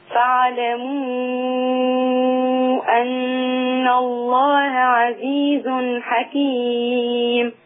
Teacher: بس نشبع المد بتاع فاعلموا أن الله